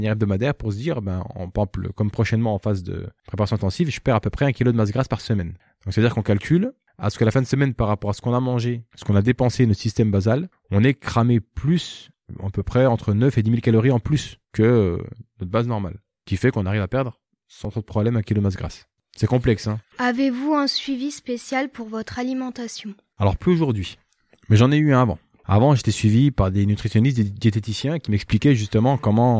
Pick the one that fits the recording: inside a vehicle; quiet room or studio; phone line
quiet room or studio